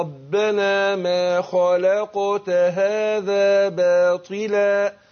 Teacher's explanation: اللام حرف مستفل، حرف مرقق، وقع بين مفخمين، بين الخاء وبين القاف، يبقى أنا أخلص المرقق اللي هي اللام من بين الاثنين المفخمين، أو ربنا ما خلقت هذا باطلا، ربنا ما خلقت هذا، ربنا ما خلقت هذا باطلا سبحانك كده.